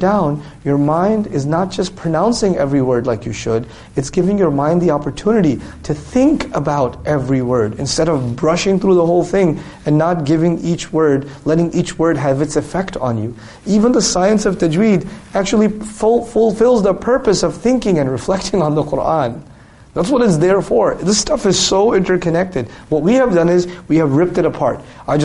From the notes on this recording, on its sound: during a live lecture on the 2015 Gulf Tour